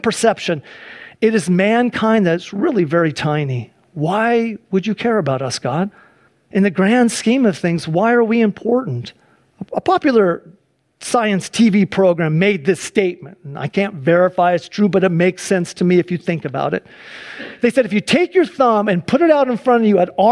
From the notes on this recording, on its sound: Sunday church service livestream